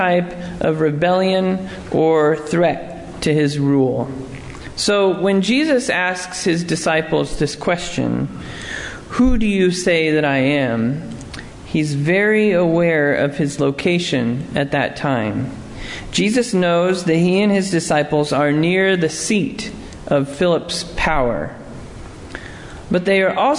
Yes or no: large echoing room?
yes